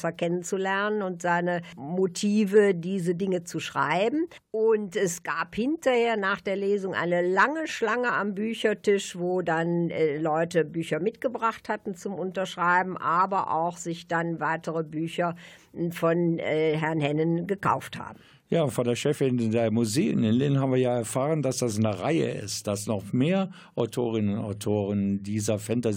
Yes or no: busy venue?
no